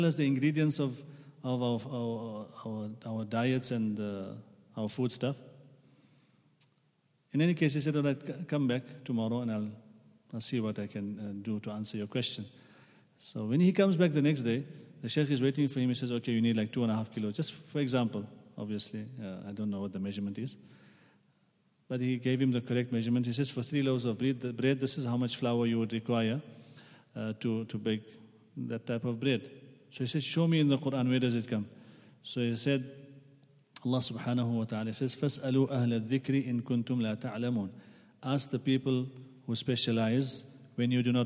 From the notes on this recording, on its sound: at the Houghton Masjid (West Street)